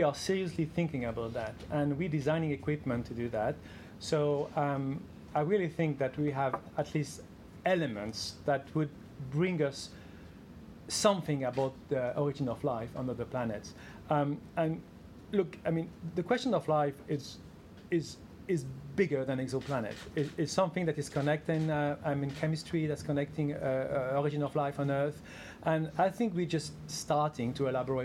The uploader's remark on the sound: Press Conference. Talk to journalists at the Science Media Centre in London just a few hours after finding out about the award.